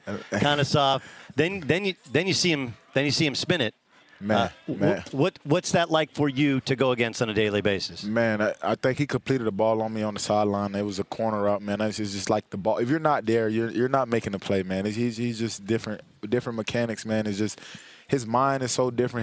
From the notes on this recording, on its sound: Live from the Los Angeles Chargers trainign camp!